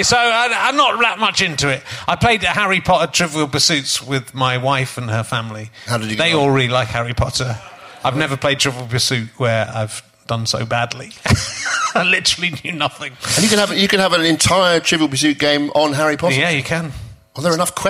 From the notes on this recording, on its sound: special interviews from the Bristol Slapstick Festival